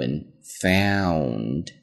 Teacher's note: 它中间是一个双元音 ow